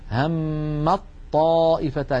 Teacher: لاحظوا لا أنطق التاء أبدا، همت طائفتان، ننطق طاء مشددة